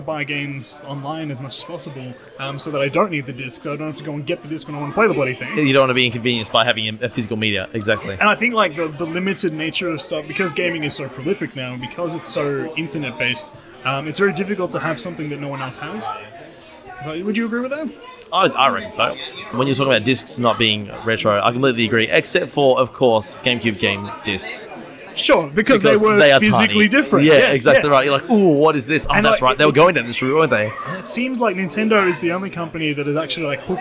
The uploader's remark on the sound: Coming at you live from the Go Game Retro Market in Melbourne, surrounded by retro games and nostalgia